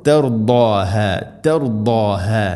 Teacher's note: ഖിബ്ലതൻ തർദാഹ, ദാദിൻ്റെ ഉച്ചാരണം ശ്രദ്ധിക്കണം. നാവിൻ്റെ ഏതെങ്കിലും ഒരു സൈഡ് അണപ്പല്ലുകളോട് ചേർന്ന് നിൽക്കുന്ന രൂപത്തിലായിരിക്കണം